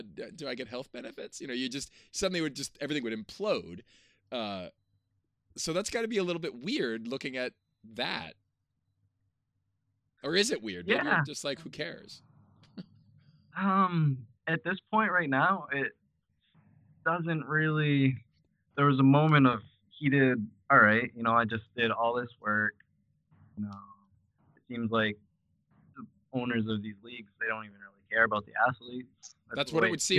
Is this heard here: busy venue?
no